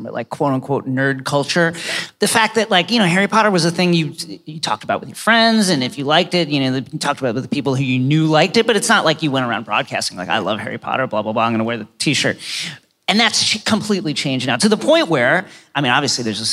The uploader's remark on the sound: Live From LeakyCon 2018